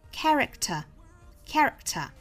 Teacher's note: Character 这个单词我们注意里面的这个 k 和 t 放在一起是两个爆破音哈，所以我们这个 k 是把它做失去爆破